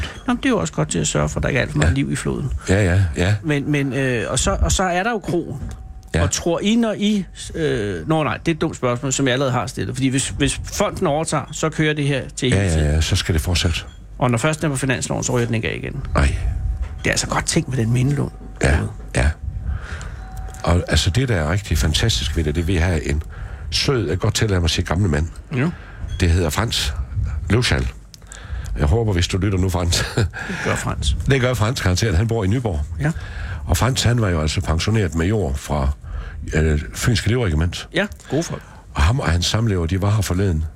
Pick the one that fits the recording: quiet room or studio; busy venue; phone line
busy venue